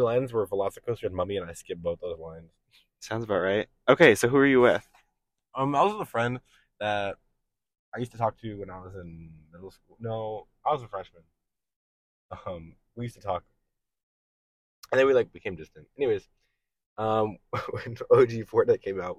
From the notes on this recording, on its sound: this was recorded in the car so it may not sound the best